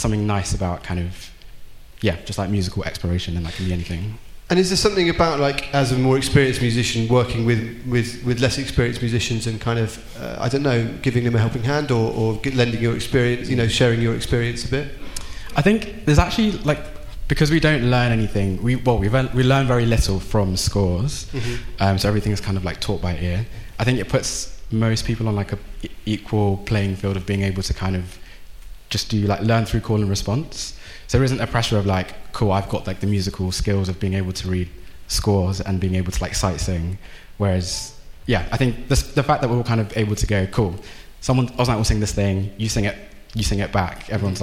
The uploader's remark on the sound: LIVE at Wilton's Music Hall